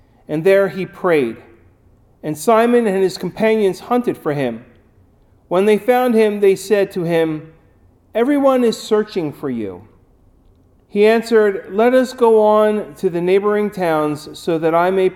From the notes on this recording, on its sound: Recorded at Ebenezer UMC